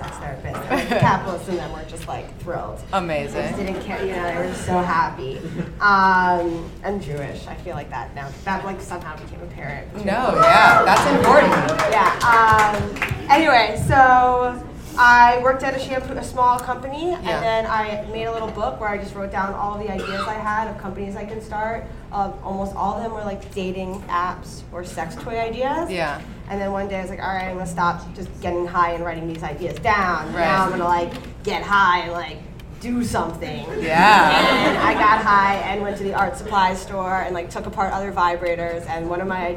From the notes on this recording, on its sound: In this live episode from Caroline's On Broadway.